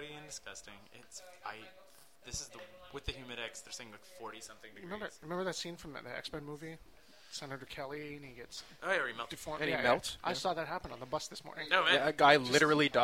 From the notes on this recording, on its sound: By which I of course mean the back of Grumpy’s. The charming backround noise of our favorite bar in town. Those people next to us seemed really nice, although, when we started recording, they just seemd to get louder.